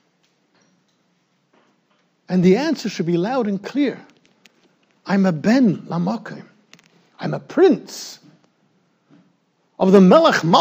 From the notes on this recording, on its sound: Recorded in Yeshivas Ohr Reuven, Monsey NY.